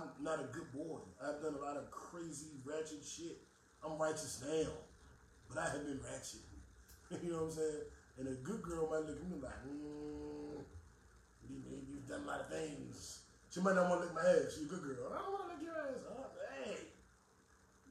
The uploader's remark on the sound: we did for a select live audience on Facebook